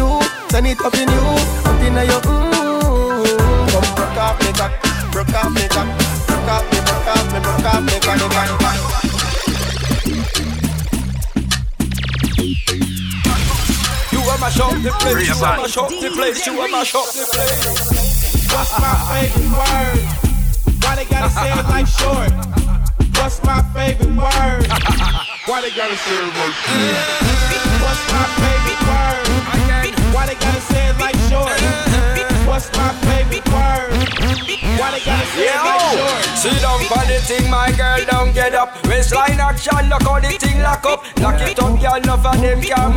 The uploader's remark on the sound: LIVE from Babylon – Woodbridge, VA.